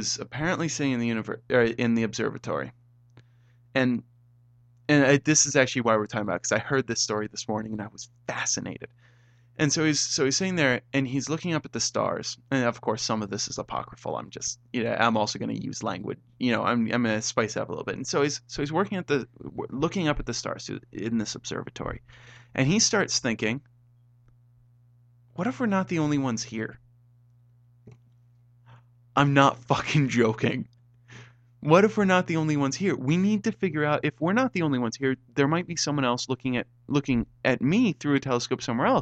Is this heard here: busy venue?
no